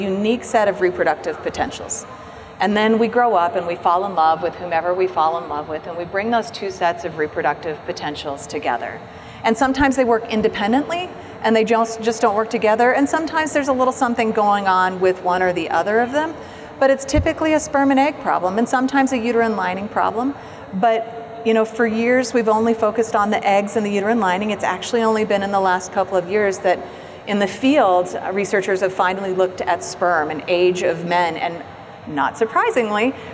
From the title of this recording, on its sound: Live from APA 2019